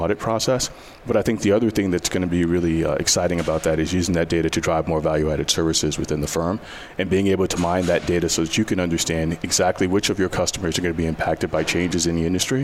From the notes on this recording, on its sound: Day 2 LIVE: AICPA ENGAGE